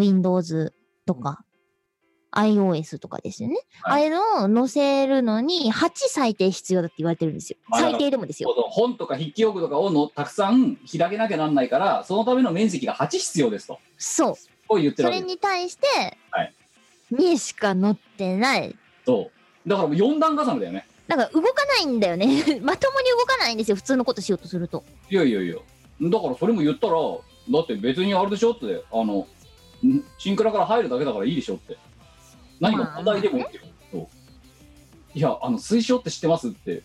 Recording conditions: video call